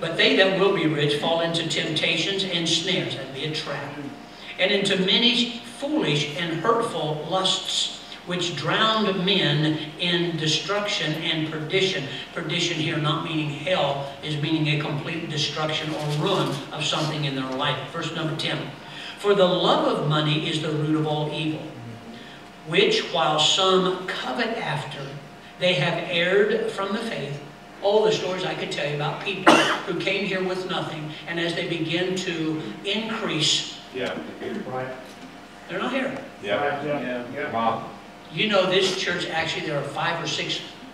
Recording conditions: large echoing room